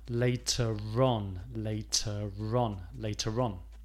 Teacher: Also notice in the pronunciation that the R at the end of later goes to the beginning of the word on